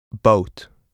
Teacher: In English, this vowel is followed by a slight W sound, boat. This W sound occurs as a result of the movement of the tongue and jaw.